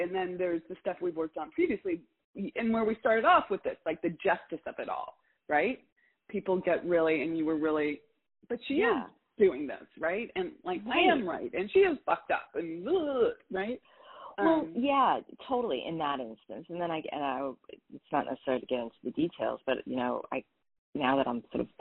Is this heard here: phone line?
yes